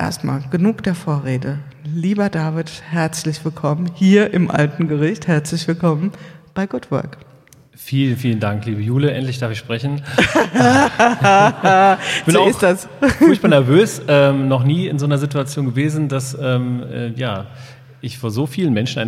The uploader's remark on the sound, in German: Die Folge ist zweigeteilt: Eine Live-Aufnahme im Rahmen des Donnerstalks im Heimathafen im Alten Gericht und eine Studioaufnahme, mit gerade einmal 12 Stunden zwischen beiden Aufzeichnungen.